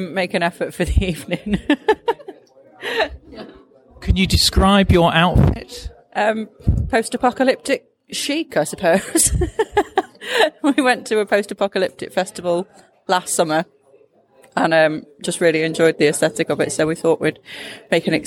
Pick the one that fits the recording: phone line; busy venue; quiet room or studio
busy venue